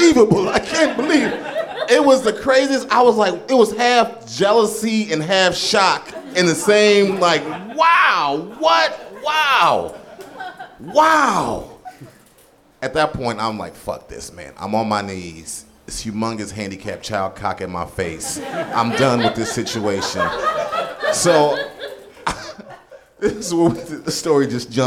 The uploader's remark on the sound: Live From LA! At our crazy, monthly NerdMelt Theater show.